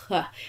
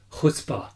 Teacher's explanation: there's a lot more contact of the soft palate. It's really deeper.